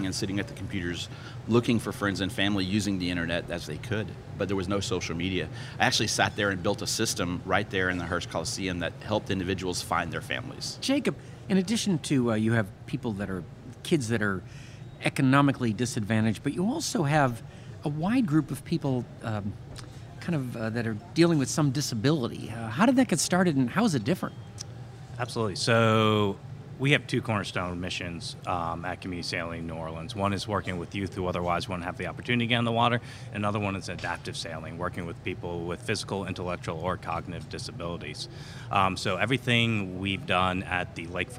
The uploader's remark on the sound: Out to Lunch is recorded live over lunch at NOLA Pizza in the NOLA Brewing Taproom .